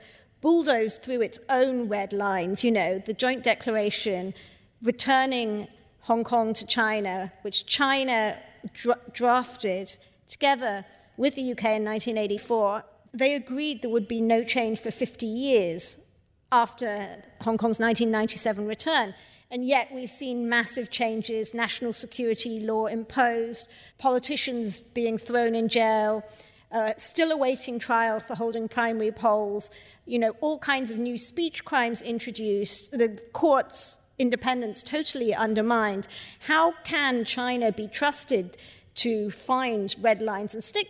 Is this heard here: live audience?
yes